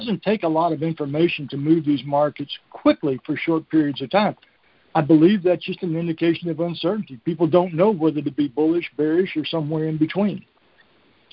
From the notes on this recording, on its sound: Monthly Conference Call